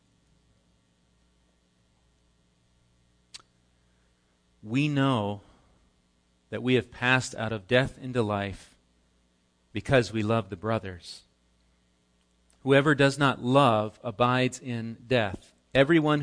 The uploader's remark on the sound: Recorded live at Bethany Bible Church on 5/27/18